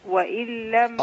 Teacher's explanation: النون هنا مضغمة في اللام